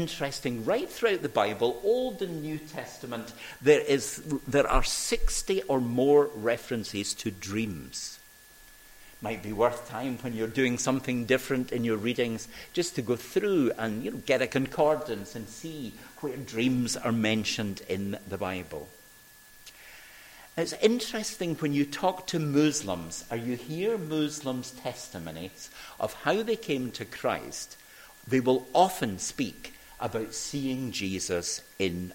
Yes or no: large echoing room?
yes